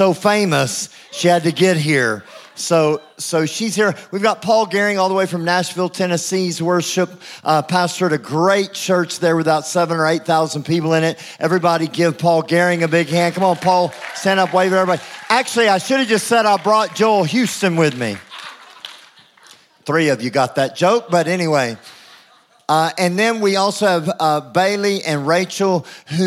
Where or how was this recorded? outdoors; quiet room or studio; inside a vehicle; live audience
live audience